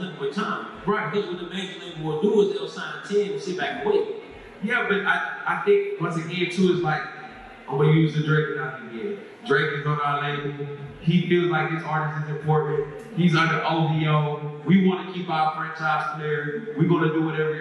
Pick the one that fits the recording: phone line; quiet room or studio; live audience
live audience